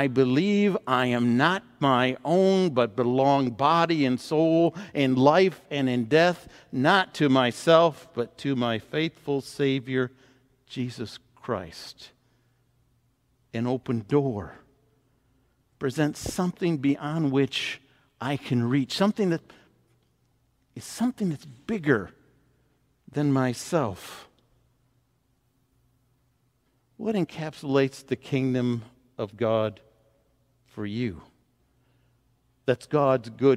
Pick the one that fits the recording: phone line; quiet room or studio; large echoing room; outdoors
large echoing room